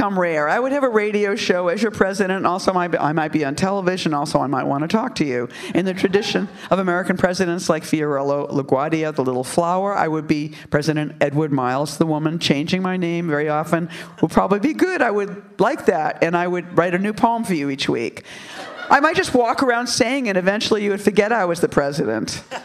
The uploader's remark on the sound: This special Live Wire episode brings together some "All-Star" guests by way of the Portland Book Festival